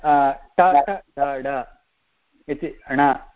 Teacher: इति वदामश्चेत् इदानीं ट ट ड इति ण इति वदामश्चेत् मूर्धा मूर्धा इत्युक्ते किञ्चित् सेरिब्रल् अस्माकं मुखस्य मध्यमभागे अधः अस्ति खलु अस्माकं जिह्वा जिह्वा इत्युक्ते टङ्ग् इति अस्ति तस्य मुखस्य मध्यमभागस्य उपरि